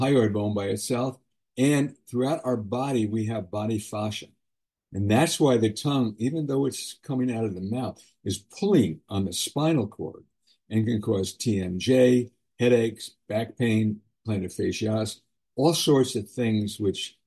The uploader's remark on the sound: Webinar Recording of Airway Health Solutions - Master Class.